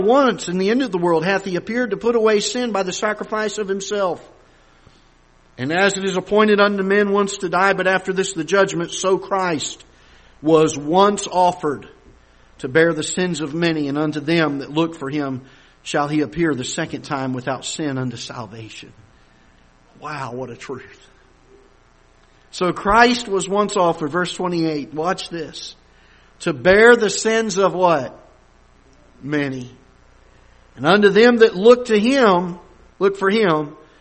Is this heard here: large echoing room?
yes